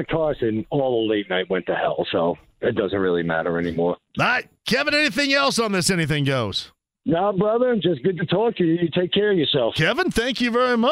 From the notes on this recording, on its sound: closes out the first hour with a phone call!